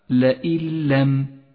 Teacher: جاءت النون الساكنة وبعدها حرف اللام، والواجب هنا أن نسقط النون الساكنة من اللفظ، ولذلك لونت باللون الرمادي، وأن نشدد حرف اللام الذي بعدها وتقرأ هكذا لئن لم. · Term: الإدغام بلا غنة